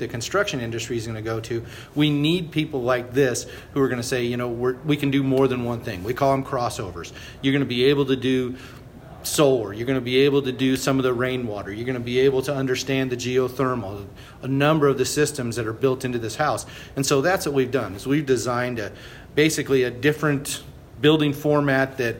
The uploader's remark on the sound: Live from the Texas Society of Architects 2017 Expo and Convention. Special thanks to Bautex Systems for their generous support of our live recorded episodes at the 2017 TxA Expo & Convention.